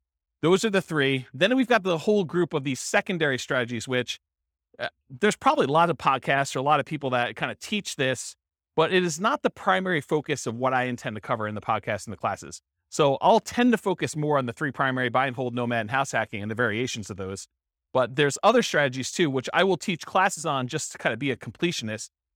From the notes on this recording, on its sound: This was a live class recorded